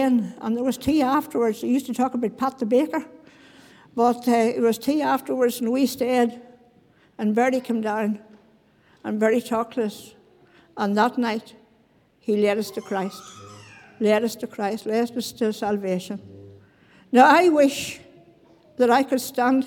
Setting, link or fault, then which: setting, large echoing room